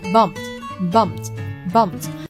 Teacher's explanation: 这个轻辅音加了 E D 之后就是读 T T TT，啊，很轻的